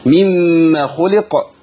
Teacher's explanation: والميم عندي شديدة نتيجة الإدغام فهيمشي فيها زمن غنة